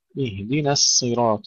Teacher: ثم أيضا يكثر الخطأ هنا بتفخيم النون، اهدنا، اهدنا الصراط، وهذا بسبب مجاورة الصاد المفخمة بعدها، فنرقق النون ونفخم الصاد